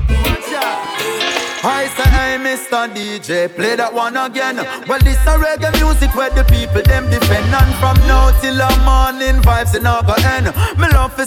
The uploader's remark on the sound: RECORDED SET FROM RESIDENCY AT MISS LILY'S DUBAI